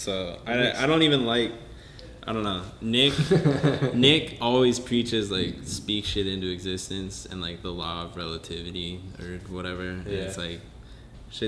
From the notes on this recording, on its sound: This was the FIRST EPISODE EVER that was recorded in person. It was recorded on my camera mic so excuse the reverb.